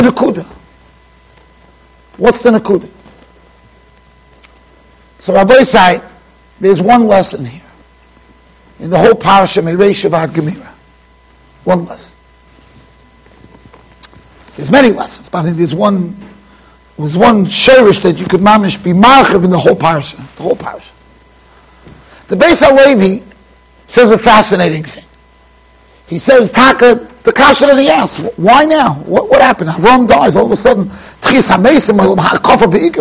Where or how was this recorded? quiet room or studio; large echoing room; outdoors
large echoing room